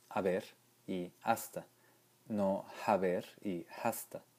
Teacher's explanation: aproximadamente desde el siglo XVII no se pronuncia la H, Hoy todos pronunciamos haber y hasta, no haber y hasta.